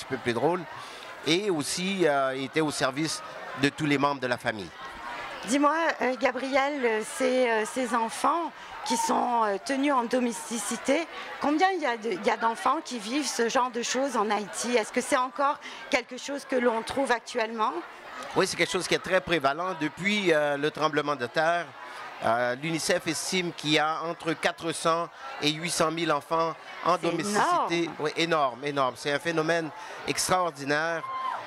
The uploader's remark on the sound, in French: au Salon du Livre Francophone de Toronto